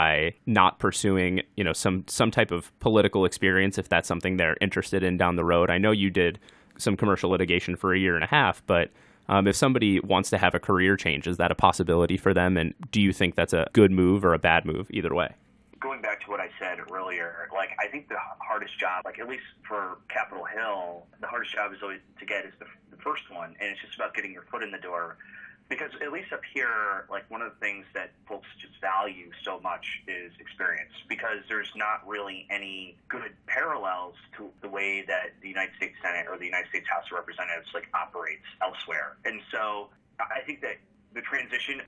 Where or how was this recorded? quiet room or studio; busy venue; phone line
phone line